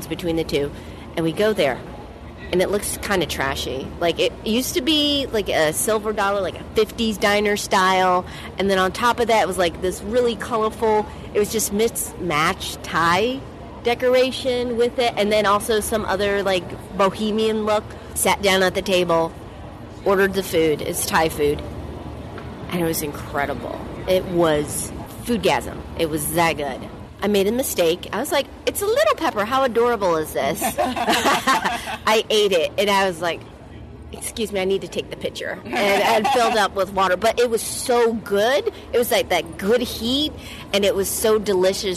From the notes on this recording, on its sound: What do you do when you are in sunny San Diego next to the palm trees, boats and water? Outside while enjoying the sun.